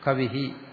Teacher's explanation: ഈക്ക് ശേഷം വിസർഗം ഉച്ചരിക്കുമ്പോൾ നമ്മൾ സാധാരണ ഇഹി എന്ന് ഉച്ചരിക്കും, കവിഹി അങ്ങനെ.